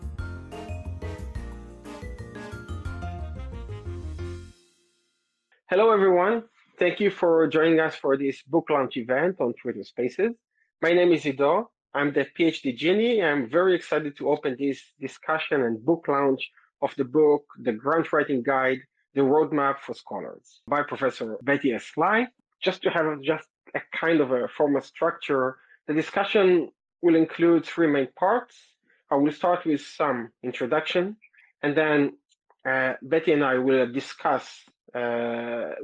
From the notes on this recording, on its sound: This episode is actually a book launch event.